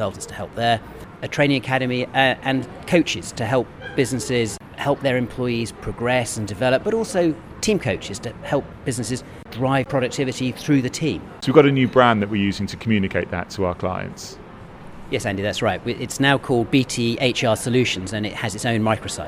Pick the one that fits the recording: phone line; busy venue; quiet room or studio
busy venue